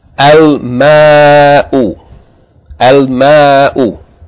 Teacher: Meem is not a sun letter, therefore, yani, there's no doubling here. You pronounce it normal.